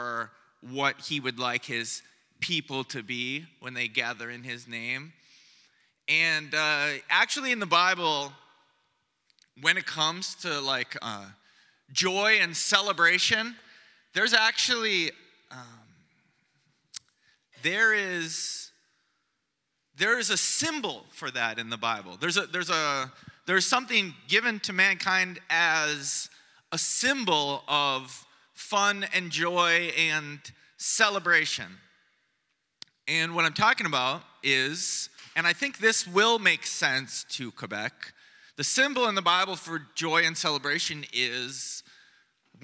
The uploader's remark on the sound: Preached on Sunday morning